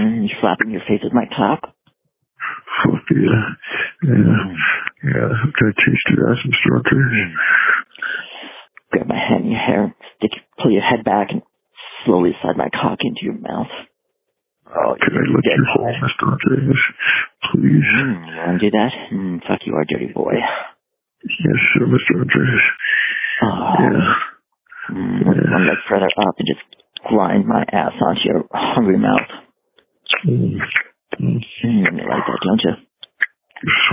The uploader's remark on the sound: The sexual chemistry took over, and we decided to record the call.